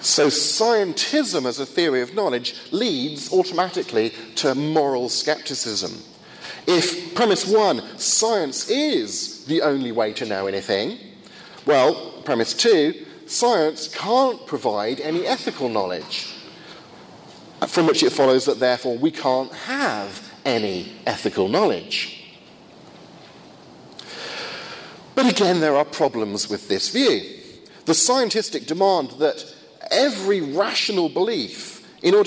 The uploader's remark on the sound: First of two lectures at a conference in Finland